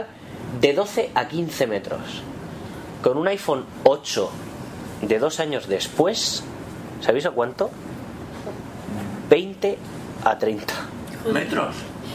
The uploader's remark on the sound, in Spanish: Escucharemos una porción de una sesión práctica en una parada de autobús dotada con las etiquetas de este sistema.